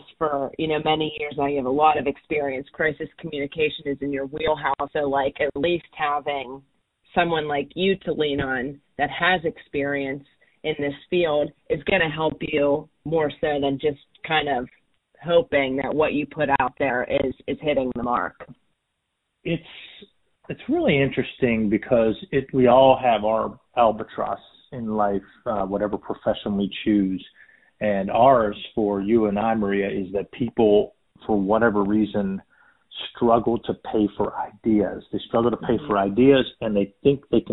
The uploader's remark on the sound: a quick phone interview